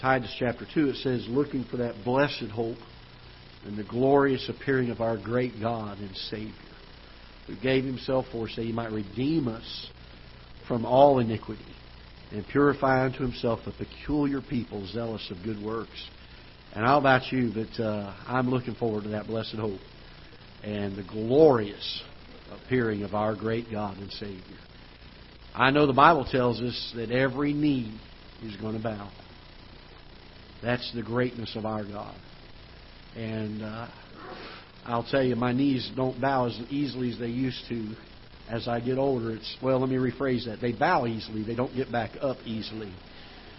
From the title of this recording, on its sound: Ketha Heights Baptist Church ~ Live Broadcast